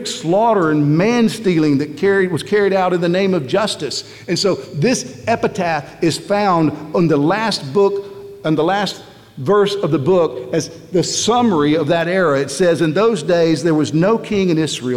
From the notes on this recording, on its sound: At the Founders "Be It Resolved" conference in Nashville, Tennessee before the 2021 Southern Baptist Convention.